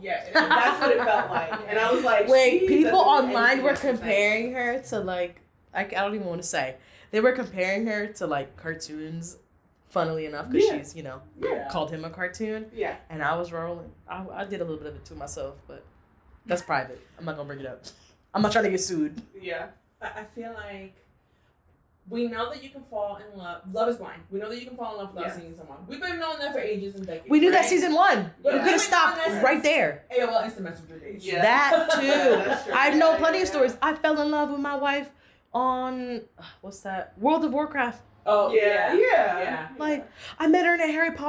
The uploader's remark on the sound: Pardon the audio set-up.